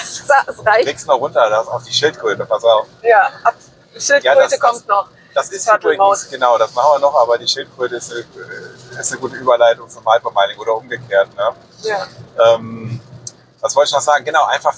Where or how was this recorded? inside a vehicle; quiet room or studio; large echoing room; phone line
inside a vehicle